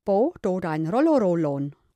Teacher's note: das rollende R, das der Franke ganz vorne am Gaumen mit der Zungenspitze artikuliert